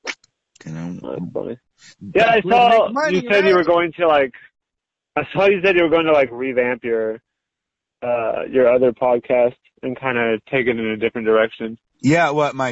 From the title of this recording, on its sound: Phone Call